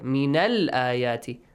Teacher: When you join the two words together, Hamzatul Wasl is skipped.